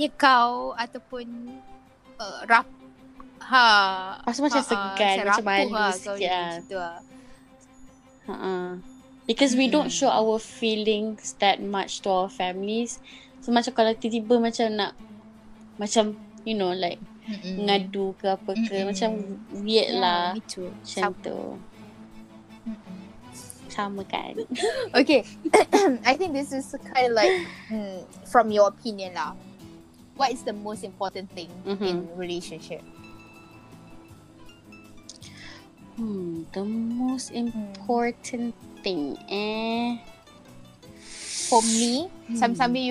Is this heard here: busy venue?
no